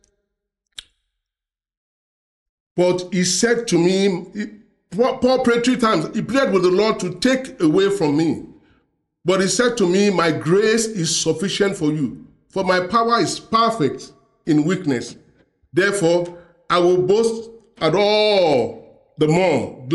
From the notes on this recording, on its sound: preached during the Sunday Service